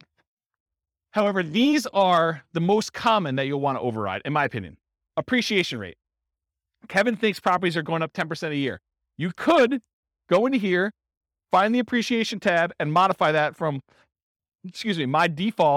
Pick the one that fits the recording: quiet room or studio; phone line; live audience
live audience